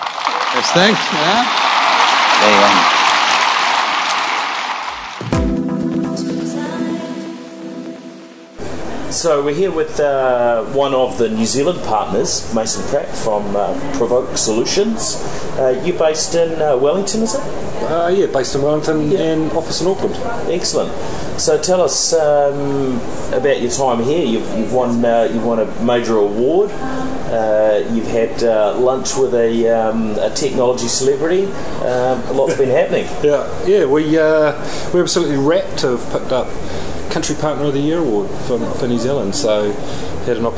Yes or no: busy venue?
yes